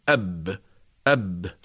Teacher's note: السكون التصاق الشفة العليا بالشفة السفلى · Term: الباء الساكنة